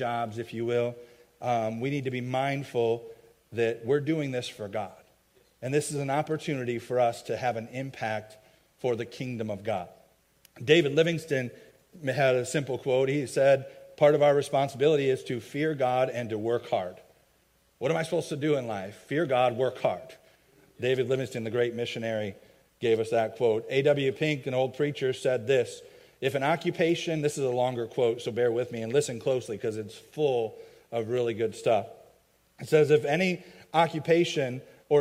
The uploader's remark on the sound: a message i preached at my home church, Faith Baptist Church in Chelsea, MI